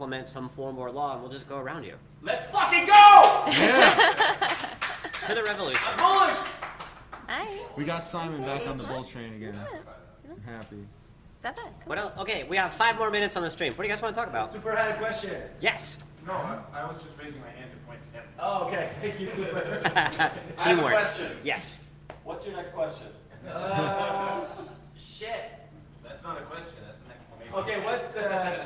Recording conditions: live audience